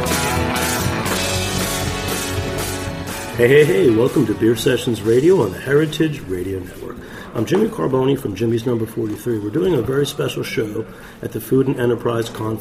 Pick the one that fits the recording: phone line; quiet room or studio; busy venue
busy venue